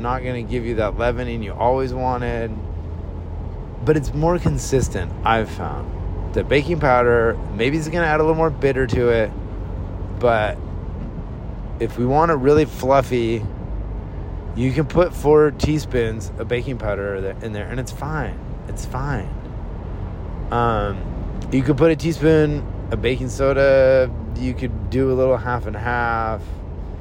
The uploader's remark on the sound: Sorry about all the car noise, maybe someday I'll have enough time to record this while I'm sitting still.